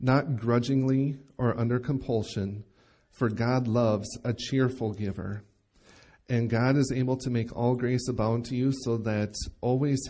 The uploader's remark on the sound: Recorded live at Bethany Bible Church